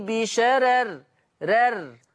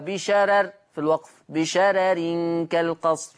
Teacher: الراء الأولى والثانية مرققة وصلا ووقفا، الراء الأولى والثانية مرققة وصلا ووقفا، بشرر في الوقف، بشرر كالقصر في الوصل، هكذا انتهى باب الراءات عند ورش.